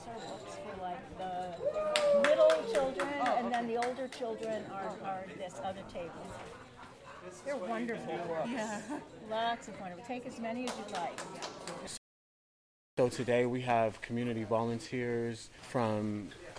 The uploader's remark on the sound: Word on the Street. Each year, Glide Memorial Church provides backpacks for children in the Tenderloin of San Francisco. Sights and sounds from the backpack giveaway.